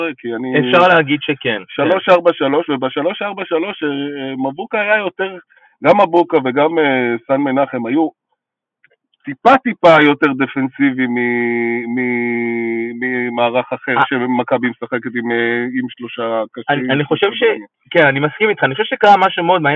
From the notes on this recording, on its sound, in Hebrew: שהוקלט ושודר בשידור חי ממגרש החניה של איצטדיון הי"א באשדוד